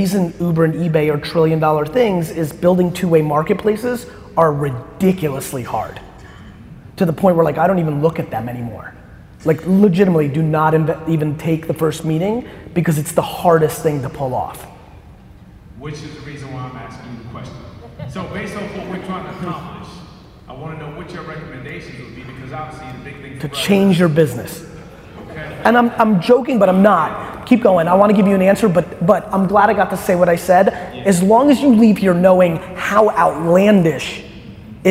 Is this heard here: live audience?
yes